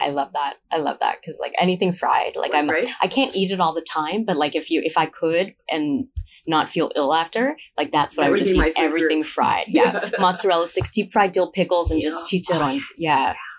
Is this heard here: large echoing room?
no